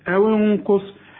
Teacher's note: الغنة هنا مفخمة علشان القاف